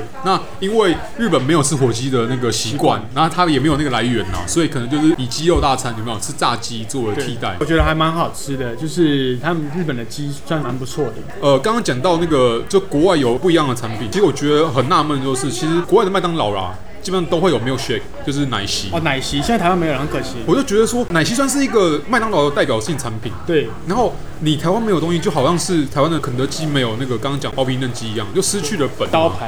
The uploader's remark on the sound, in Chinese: 本集白噪音指數：微風級 2/5。錄音地點：李亭香。